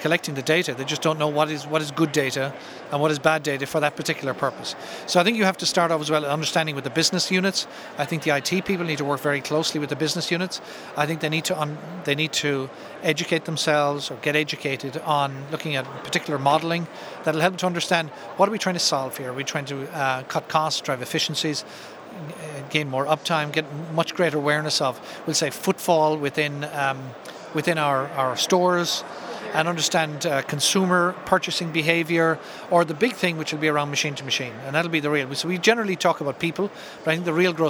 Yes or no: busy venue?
yes